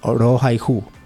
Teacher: que no usan una R fuerte como en el español, ellos dicen orohaihu